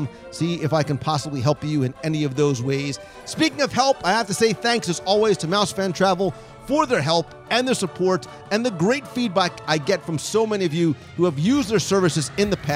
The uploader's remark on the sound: Live Review of Epcot’s La Cantina de San Angel in Mexico. Join me virtually around the table as we visit Mexico in Epcot’s World Showcase for a live dining review of La Cantina de San Angel.